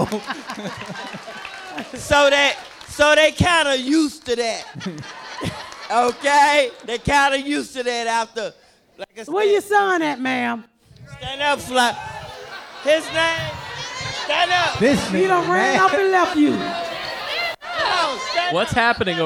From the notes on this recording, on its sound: We are live in Nashville at Zanie's for the Nashville Comedy Festival. A local gospel singer blesses us with a song, and a fan reads a beautiful poem.